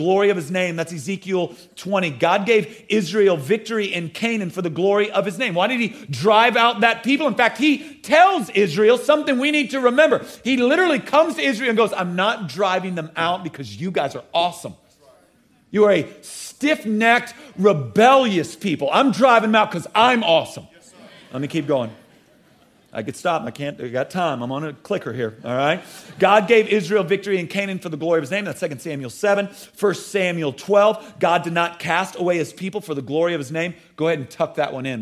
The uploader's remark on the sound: at the Code Orange Revival Conference at Elevation Church